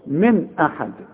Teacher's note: نون سكنة بعدها همزة، الهمزة من حروف الإظهار ما غنش